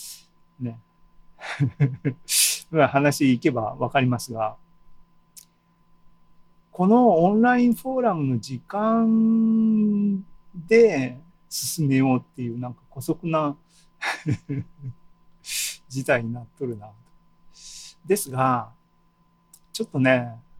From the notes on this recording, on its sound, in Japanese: ２０２２年７月２７日に開催した ZOOMライブの模様です。